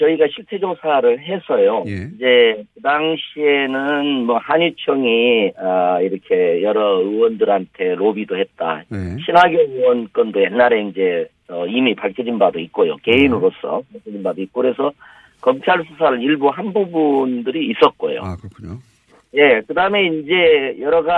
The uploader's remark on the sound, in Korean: 전화연결